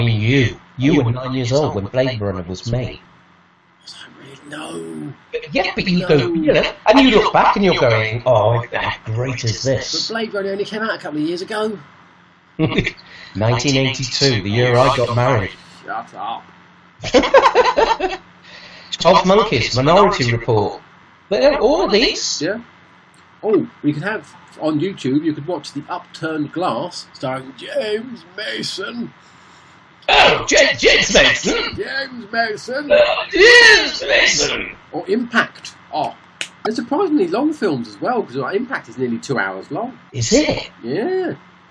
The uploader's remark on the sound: So, having sorted out all the things that were stopping us recording we have at it - only to discover we have new things to fix. If you can put up with the slight sound snaffoos.